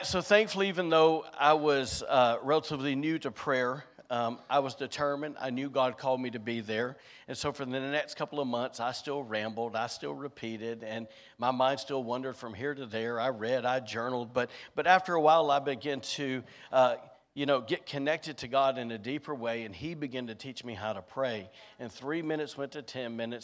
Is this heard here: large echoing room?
yes